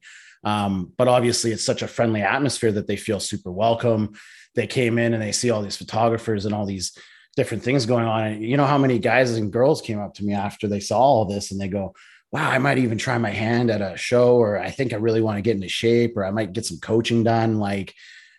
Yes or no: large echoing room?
no